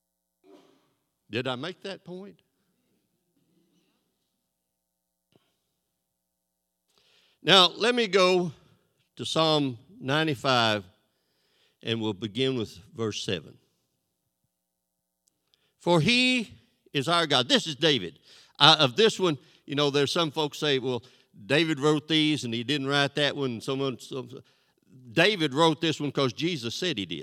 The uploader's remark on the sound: This sermon was recorded live on May 1st, 2022 at Newark United Pentecostal Church.